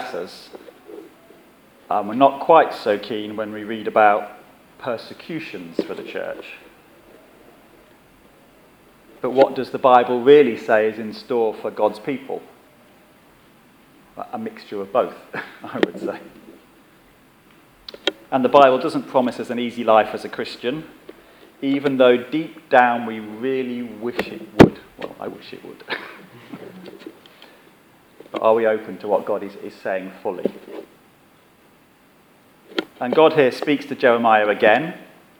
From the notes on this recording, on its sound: Our sermon from the 11am service on Sunday 25th September 2016